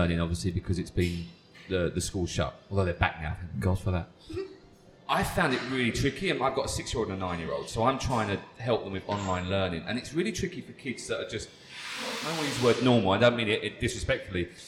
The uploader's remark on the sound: Recorded at Sync coffee in Kamala